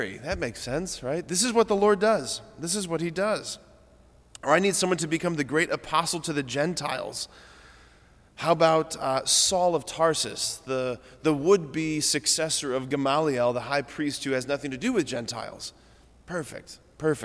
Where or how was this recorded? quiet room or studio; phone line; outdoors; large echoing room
large echoing room